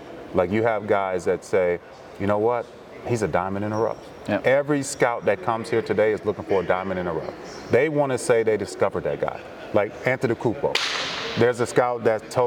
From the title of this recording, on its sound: Live from the NTX Combine